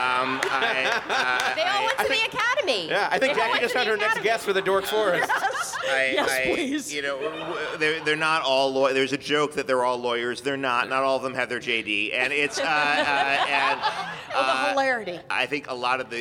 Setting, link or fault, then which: setting, busy venue